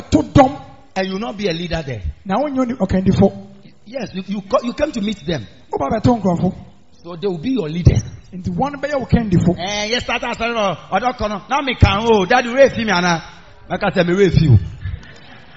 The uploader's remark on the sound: Preached At The Miracle Arena